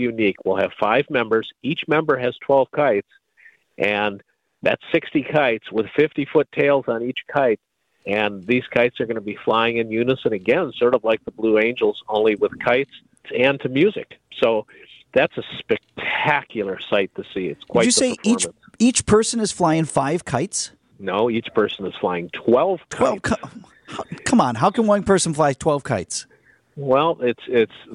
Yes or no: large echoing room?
no